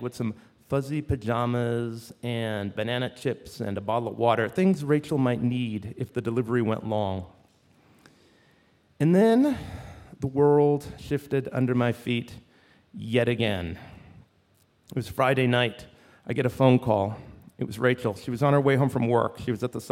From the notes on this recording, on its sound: Live from Tarrytown. A special live edition of The Moth from Tarrytown, New York.